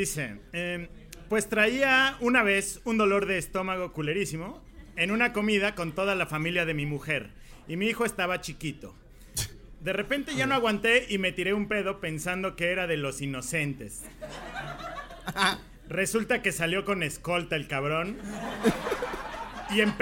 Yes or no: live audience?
yes